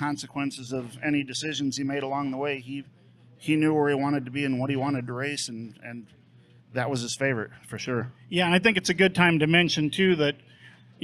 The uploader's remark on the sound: In this special live episode live at McGilvery's Pub & Eatery in Speedway Indiana.